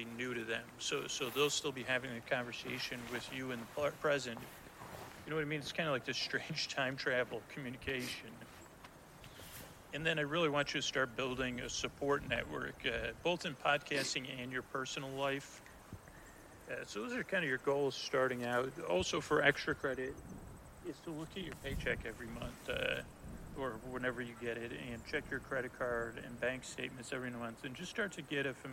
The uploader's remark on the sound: Forest Walk Live. With sound design and music.